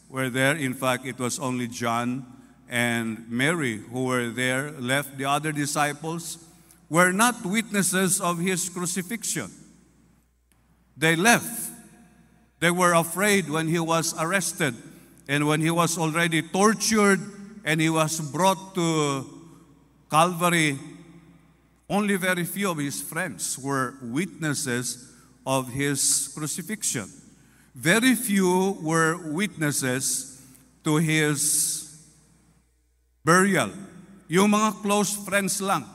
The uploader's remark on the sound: This podcast was recorded live last April 9, 2023 during our FIRST 4:30 am Sunrise Service at Zamboanga City Alliance Evangelical Church.